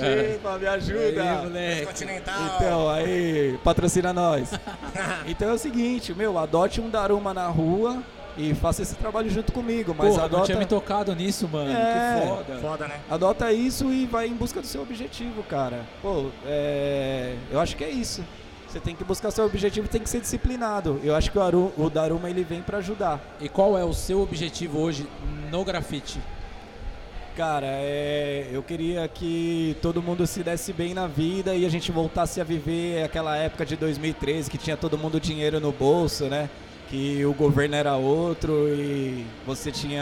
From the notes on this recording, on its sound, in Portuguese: Eis o 3º e último programa especial gravados diretamente da III Mogi Expo Tattoo, o maior evento de tatuagens e piercings do Alto Tietê.